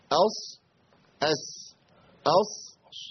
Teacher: الصاد تاخد هيئه تدوير بسيط للشفتين بيدل على التفخيم